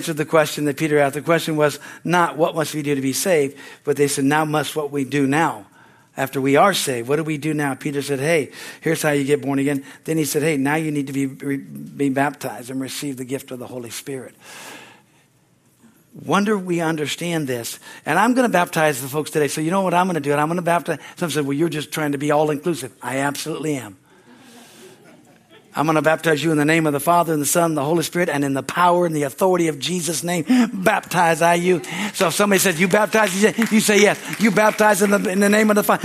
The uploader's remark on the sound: from the Sunday, Service on September 10, 2023 at Harvest Bible Church Stockton, California